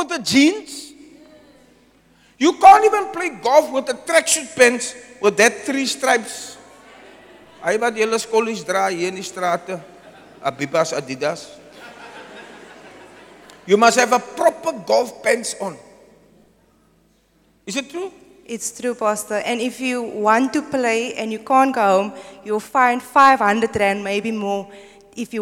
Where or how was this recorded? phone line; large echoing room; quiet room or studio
large echoing room